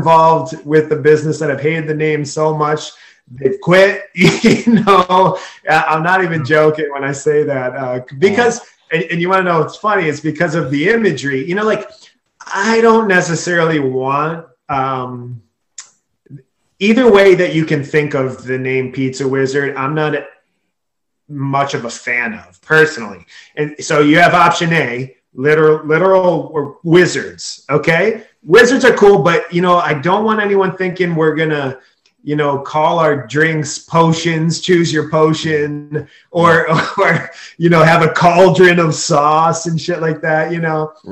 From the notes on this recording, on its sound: Recorded Live on Zoom